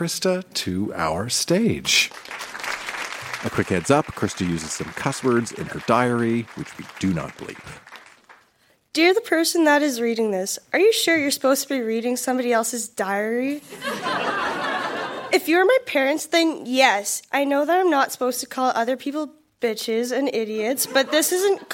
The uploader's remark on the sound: Recorded live at The Artesian in Regina.